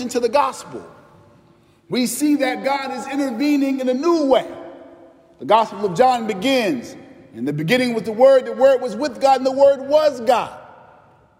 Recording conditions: large echoing room